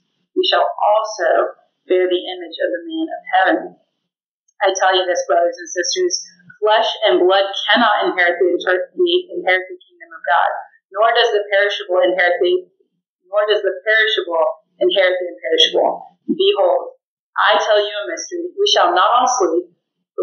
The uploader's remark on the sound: Sorry for the poor audio quality!